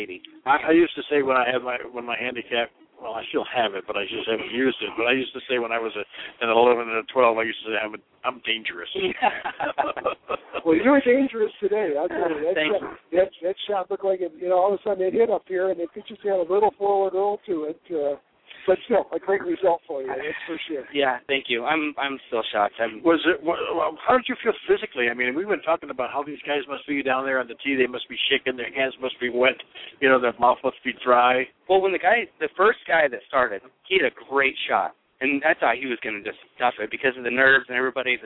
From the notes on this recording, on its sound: broadcast LIVE from the Finals of the Fiesta Bowl Hole In One event at the Arizona Biltmore Resort